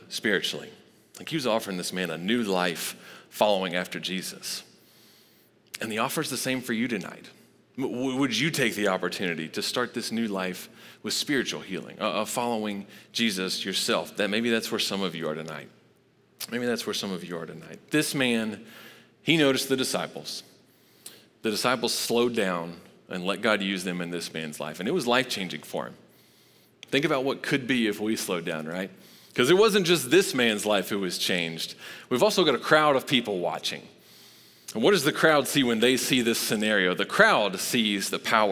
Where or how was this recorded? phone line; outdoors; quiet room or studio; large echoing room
large echoing room